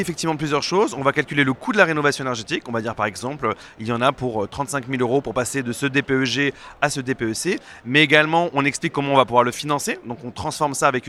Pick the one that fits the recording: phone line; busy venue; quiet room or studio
busy venue